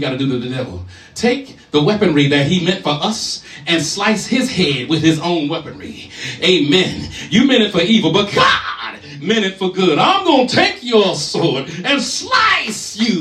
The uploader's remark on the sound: live at The Realm on 11/5/23